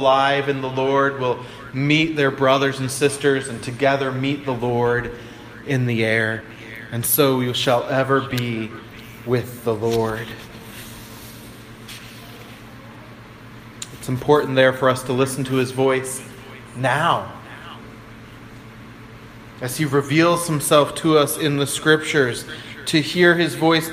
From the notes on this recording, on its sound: I apologize for the echo in the background.